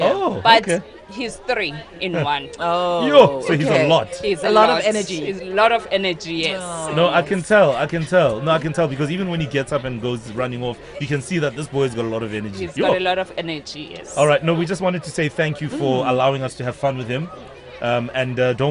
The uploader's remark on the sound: Live from Wendywood Primary School in Johannesburg. TODAY’S OUTSIDE BROADCAST.